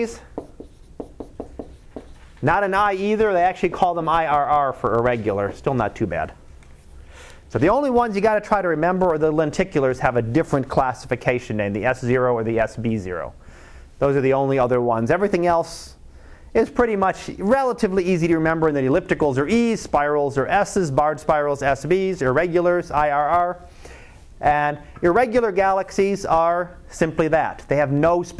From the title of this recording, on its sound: Live Class Lecture